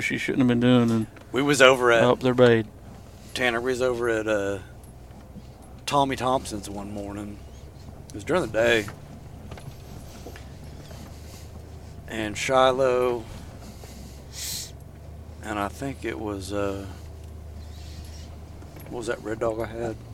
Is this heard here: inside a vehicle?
yes